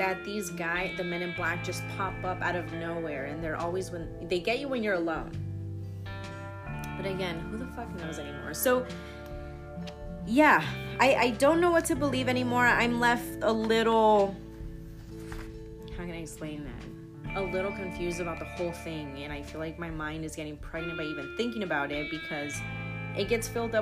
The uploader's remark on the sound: Opps on some annoying background noise